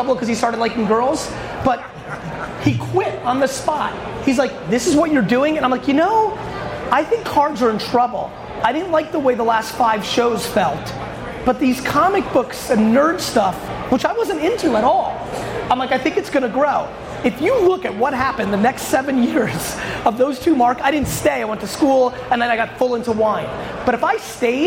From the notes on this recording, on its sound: Today's episode is a sports card panel/Q&A I did in Chicago while I was at the National Sports Collectors Convention (NSCC).